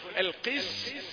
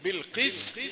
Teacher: حرف مرقق واقع بين مفخمين قاف وطاء فبيحصل إن هو ياخد جزء من التفخيم فبيغلبني انا احاول اتدرب